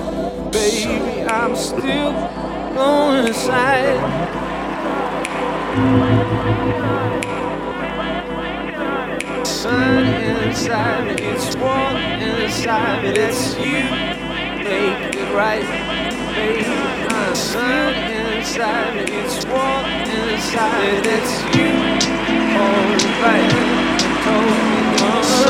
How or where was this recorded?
outdoors